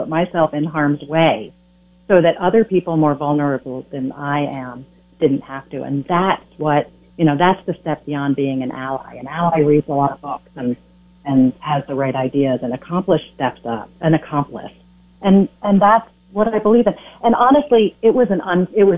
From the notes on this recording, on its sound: calls